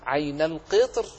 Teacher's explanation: الراء هنا وقفتها سكنتها لأجل الوقف، وقبلها حرف ساكن مستعل وهو الطاء، وقبل الطاء كسر، فإن شئت اقرأ هكذا وقل عين القطر، وإن شئت ففخم وقل عين القطر.